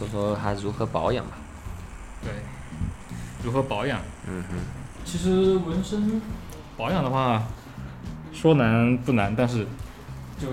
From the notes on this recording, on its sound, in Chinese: 这是一期边纹身边录制的节目。